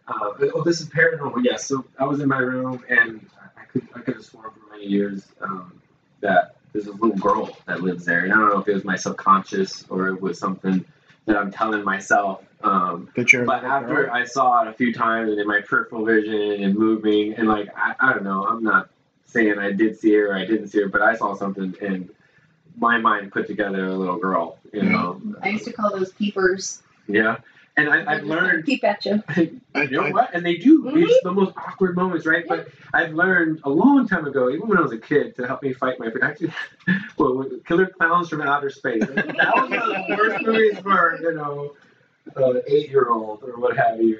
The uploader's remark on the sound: Add some bourbon in the mix and it was just an all around good time! This might not be the best sounding podcast.